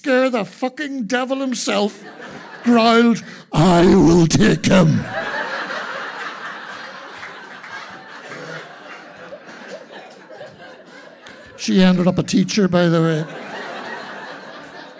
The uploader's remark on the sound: Recorded on 17 January 2024 in the Black Box, Belfast. Tenx9 is a live storytelling event where nine people have up to ten minutes each to tell a true story from their own life on a particular theme. It began in Belfast in 2011 in the Black Box.